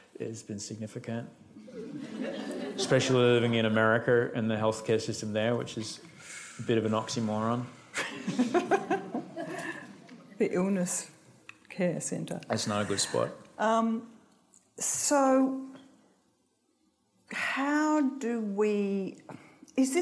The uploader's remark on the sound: recorded live for an event with our friends from The School of Life